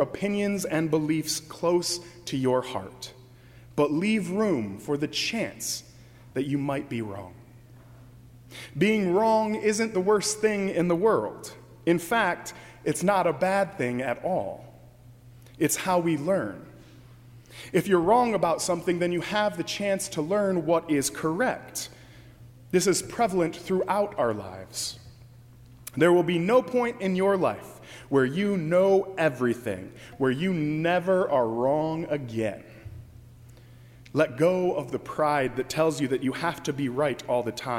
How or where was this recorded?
large echoing room